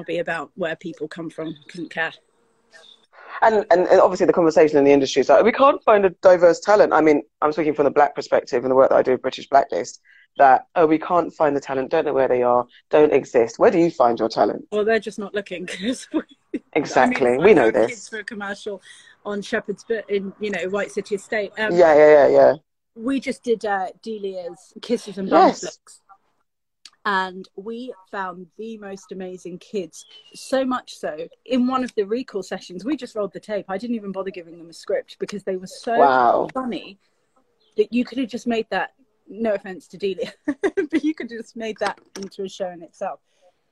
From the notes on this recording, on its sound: as part of our lockdown Instagram Live sessions